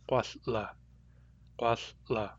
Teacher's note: The glottal gesture in guasla is right on the L.